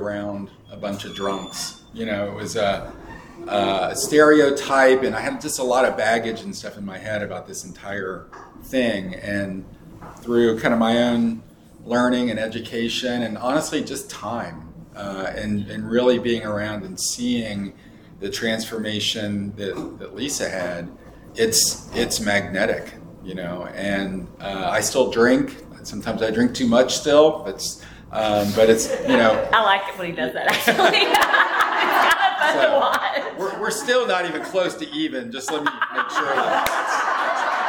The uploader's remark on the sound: Big Book Workshop. This workshop was recorded live.